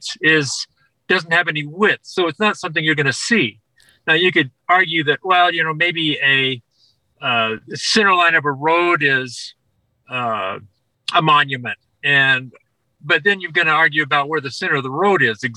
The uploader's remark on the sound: Our committed guest was recording from his vehicle in a rural Colorado campground hence the poor-ish audio